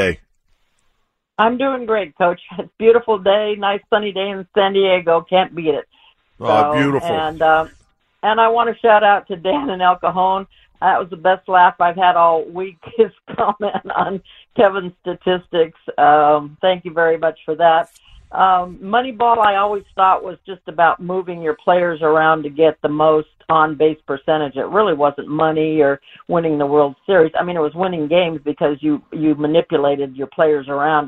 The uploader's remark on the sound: takes more of your phone calls